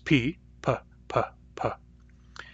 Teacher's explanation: The place of p is bilabial. It is made at the lips, p, p. The manner of p is stop or plosive. · Its phonation is plain. It is neither voiced nor glottalized. It is just plain.